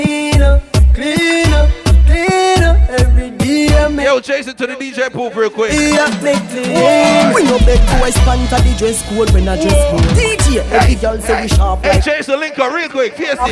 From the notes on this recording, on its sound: PUMPUM TUESDAY Live Audio. LIVE AT PUM PUM TUESDAY LOS ANGELES PREMIER HOT SPOT IN HOLLYWOOD.